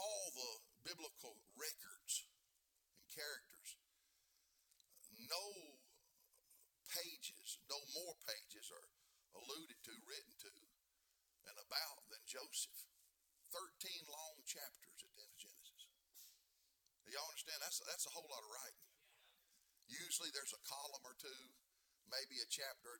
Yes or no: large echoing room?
yes